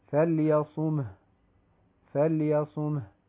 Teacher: إذا وقفنا على حرف الهاء ولم نأتي بصفة الهمس فيه فسيختفي الحرف، فإذا نحرص على أن نأتي بصفة الهمس في الهاء، فليصمه فليصمه حتى لا يختفي الحرف.